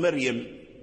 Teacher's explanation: من حيث اللغة يجوز أن ترقق الراء من مريم · Term: ترقيق